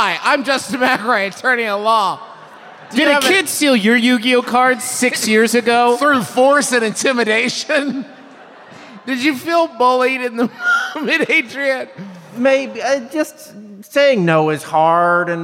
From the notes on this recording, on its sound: Live from the road in beautiful Beantown, it’s the Fancy Takes Flight Boston Show.